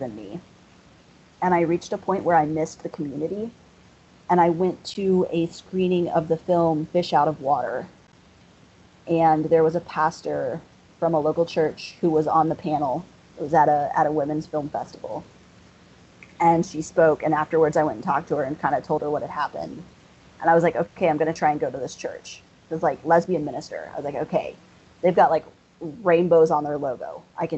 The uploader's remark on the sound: sorry for the audio quality